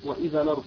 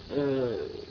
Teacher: فالهمزة ها هنا تسقط وتنقل حركتها التي هي الفتحة إلى اللام